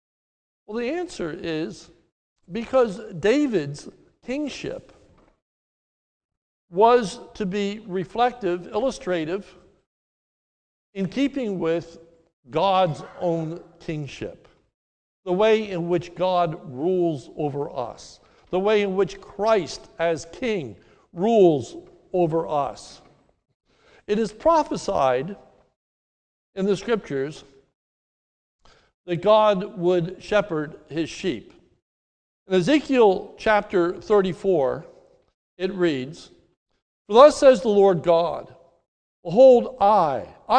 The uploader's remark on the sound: This sermon is recorded live at the Lebanon Bible Fellowship Church in Lebanon, PA during the morning service